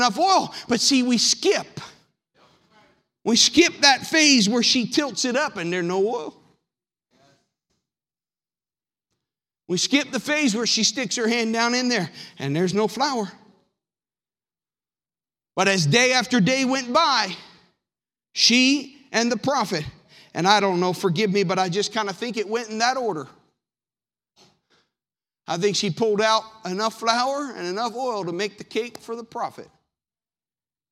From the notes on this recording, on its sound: Sermon audio from the March 10th, 2019 worship service.